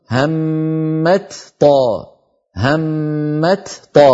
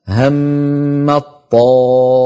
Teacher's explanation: المثال الثاني هم الطائفتان، أيضا هنا تاء وطاء، والتاء والطاء من المخرج نفسه، فالأصل أن نقول همت طاء، همت طاء، هكذا الأصل، لكنه ثقيل، فلذلك كانت العرب تحول التاء في همت إلى طاء ثم تدغم الطاء في الطاء التي بعدها، فيصيران طاء واحدة مشددة يرتفع اللسان عنهما ارتفاعة واحدة · Shown in: second take · فيقولون هم الطائفتان.